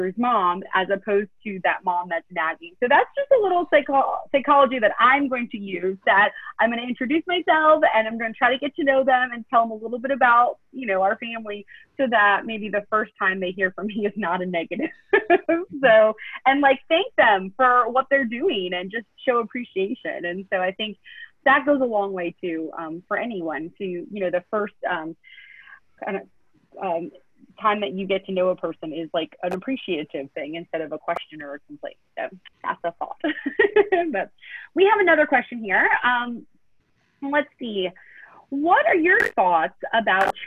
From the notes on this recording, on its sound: Recorded on August 12, 2020 as part of the August Webinar Series.